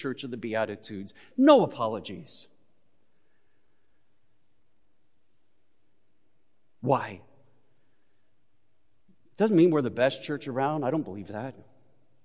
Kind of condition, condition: setting, large echoing room